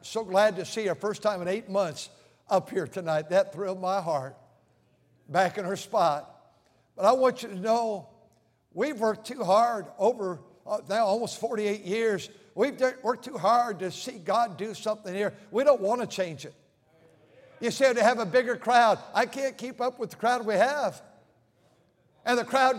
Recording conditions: large echoing room